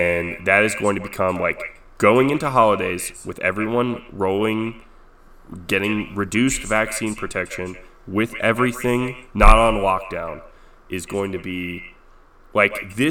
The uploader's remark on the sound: You'll hear an echo. I spent an hour editing this episode to get it to this point but it's still rough.